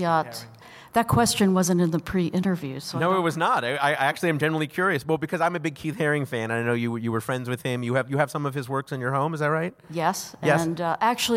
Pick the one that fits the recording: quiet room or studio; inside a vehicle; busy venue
busy venue